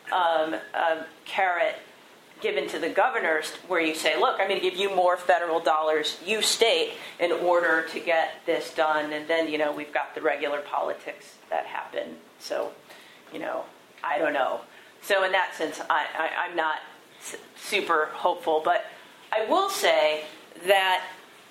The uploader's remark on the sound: Keynote address for the University of Chicago Law School Legal Forum Symposium 2015